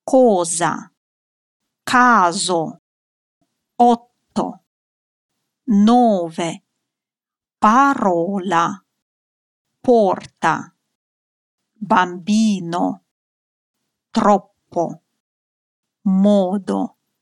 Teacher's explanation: Буква «о» всегда читается как «о». Мы не можем ее произнести как нечто похожее на «а».